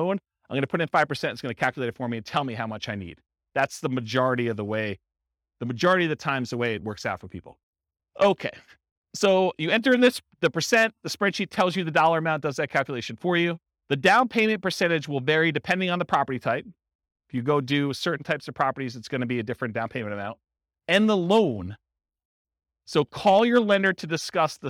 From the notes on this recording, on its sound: This was a live class recorded.